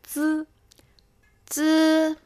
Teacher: 接下来继续我们的中文小课堂。上一期呢，我们学习了四个声母，zh、ch、sh、r，还练习了中、书、人这些字的读音。今天我们继续学习三个新的声母，z、c、s。它们和上一期的 zh、ch、sh 听起来有些像，读快了会不会很容易弄混？的确有点容易弄混，我们先听两组：z、z、ch、ts、sh、s。发 z、ch、sh 时，舌尖稍微向后卷；发 z、ts、s 时，舌尖靠近上齿附近，不用往后卷。我们先从 z 开始，它和 z 的区别主要是舌头的位置吗？对，发 z 时，舌尖靠近上齿附近，先短暂阻挡气流，再放开。气流比较弱，请听 z，请跟我读 z。z。再和 z 相比较，z、z、z 的舌尖位置靠前，z 的舌尖位置。的舌尖微微向后卷，我们再读一遍：z、z。滋滋，第二个是“c”，它和“z” 的发音位置接近，但气流更强。大家可以把手放在嘴前，先读“z”，再读“c”，感受一下气流的区别：“z”、“c”。滋滋。很好，z 和上一期的 ch 也要区分，两者都